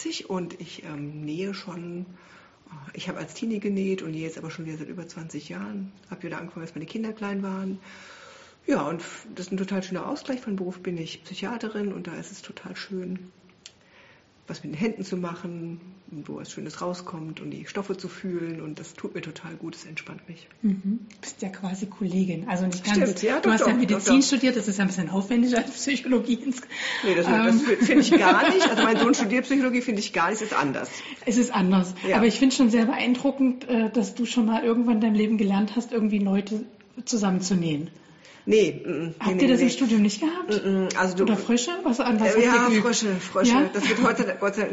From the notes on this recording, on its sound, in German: Auch in diesem Jahr gibt es wieder einen Live-Podcast von der AnNäherung aus Bielefeld.